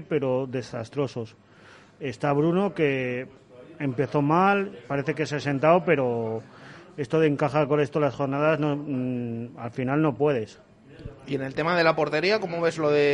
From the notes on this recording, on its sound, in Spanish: Tertulia de peñistas del REAL VALLADOLID en directo desde el KOKOMO Sports Bar en Huerta del Rey.